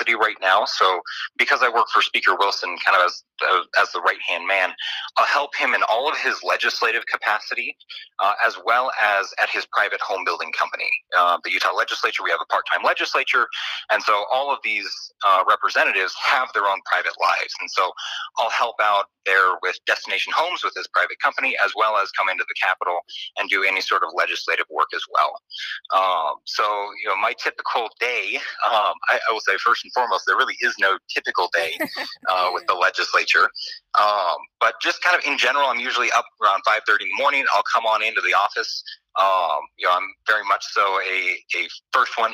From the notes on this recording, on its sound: via telephone